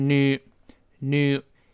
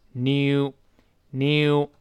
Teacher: 美式发音读成 nu，nu 英式发音有一个耶在里边